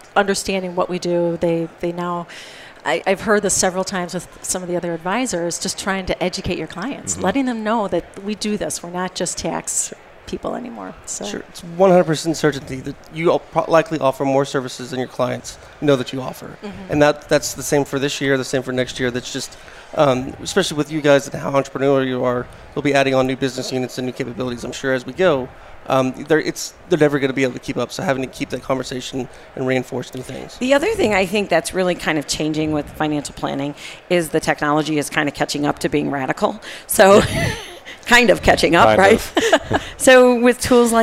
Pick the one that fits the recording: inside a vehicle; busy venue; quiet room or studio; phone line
busy venue